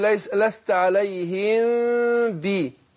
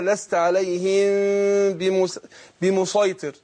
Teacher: لو جه بعد الميم الساكنة باء هنخفي الميم عند الباء · Term: إخفاء